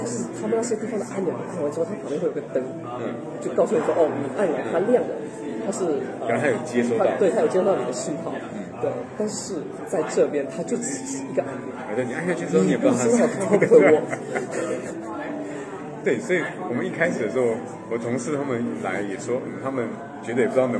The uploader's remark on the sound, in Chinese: 在 KotlinConf’23 现场录播客。就把握机会在现场的 Lounge 区录起了播客。